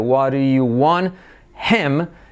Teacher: Ahí nos comemos la T y nos comemos la H también y la I la hacemos como una E.